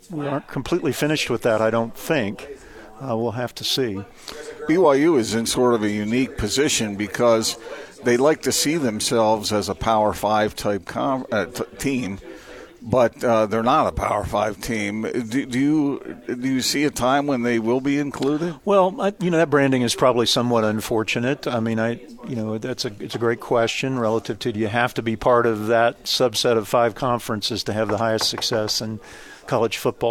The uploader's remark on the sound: joined the show at BYU Media Day